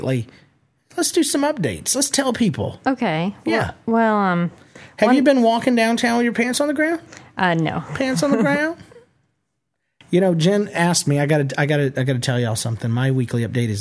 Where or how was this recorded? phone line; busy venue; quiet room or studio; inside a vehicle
quiet room or studio